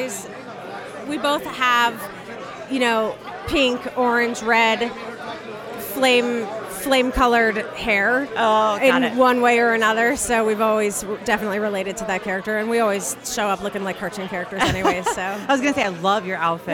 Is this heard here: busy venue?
yes